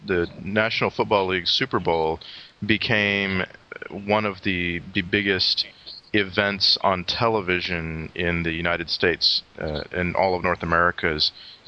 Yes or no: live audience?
no